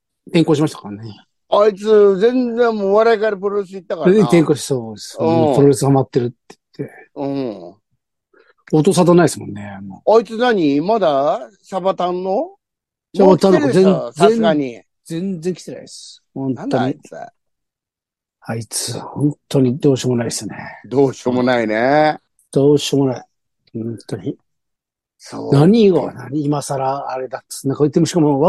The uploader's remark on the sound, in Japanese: ZOOMで収録